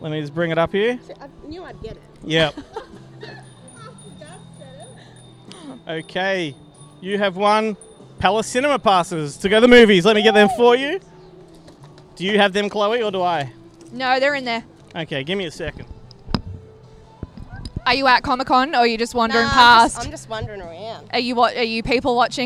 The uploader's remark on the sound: Live from Oz Comic Con - Melbourne